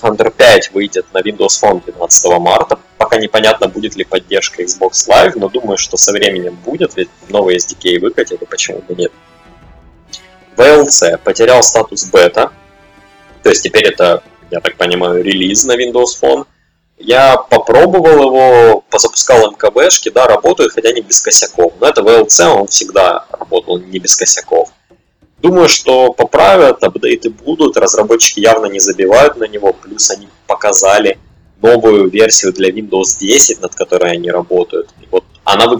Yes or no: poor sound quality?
yes